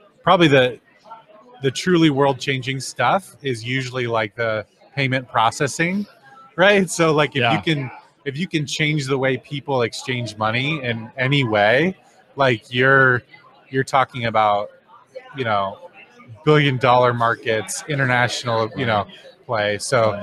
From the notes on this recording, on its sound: Interviews at HDC 2016. Interviews guests from HDC2016.